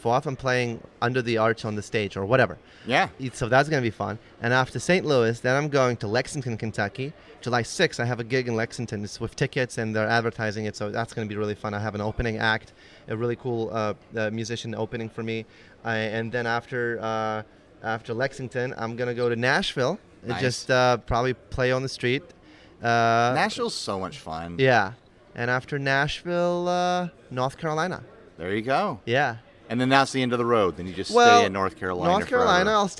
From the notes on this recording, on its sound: Podcasting at Gear Fest. Casually recorded this episode in the lobby area of Sweetwater.